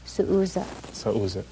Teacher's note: I add the se, meaning my, then you add the glottal stop